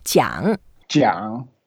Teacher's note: it's a third tone, so we go down and then up